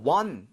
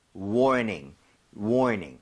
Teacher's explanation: 혀를 뒤로 당긴 채, ning 하셔야 됩니다. · Shown in: second take · Term: R이 살아있죠